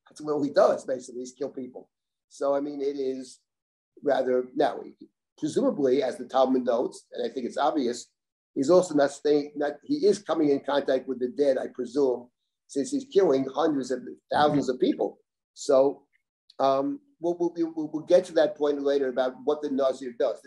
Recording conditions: video call